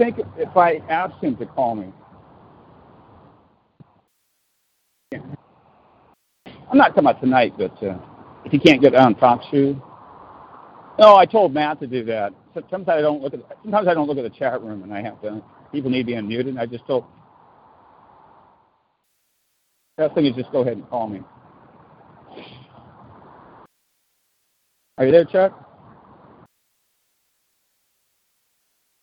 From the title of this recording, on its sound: Walking Home From Marlene's Health Food Store